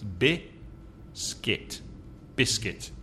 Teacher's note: It's not biscuit, biscuit. It's just one vowel sound, and the vowel sound is I in the second syllable. So it's biscuit, biscuit.